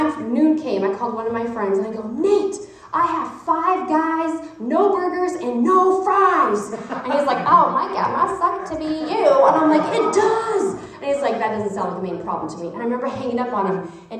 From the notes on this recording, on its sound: The audio recording from their message speaking to college students in St. Paul, Minnesota at a campus ministry called Chi Alpha on the University of St.